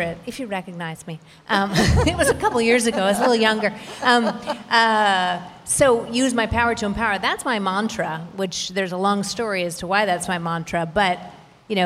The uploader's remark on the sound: The Art of Power [VIDEO filmed live at Pen+Brush Gallery].